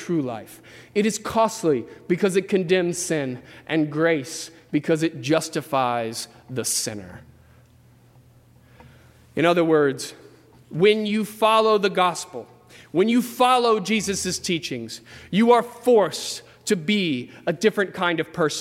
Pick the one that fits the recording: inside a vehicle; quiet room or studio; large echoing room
large echoing room